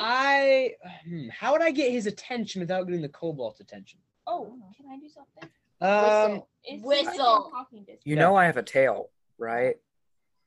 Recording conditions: poor sound quality